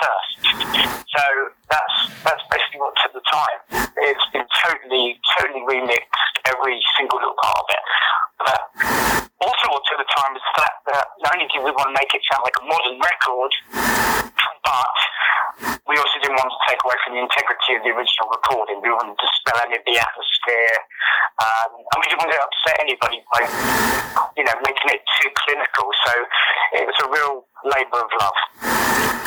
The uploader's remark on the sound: by phone